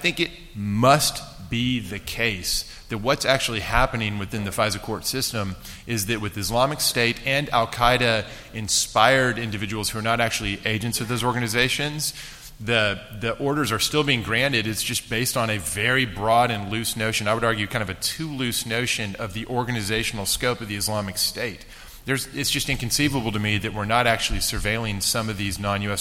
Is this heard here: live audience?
yes